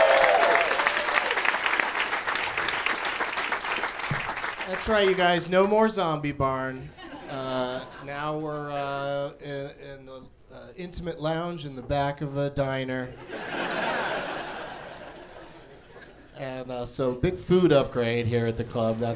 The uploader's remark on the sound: Live from the Punchline in Atlanta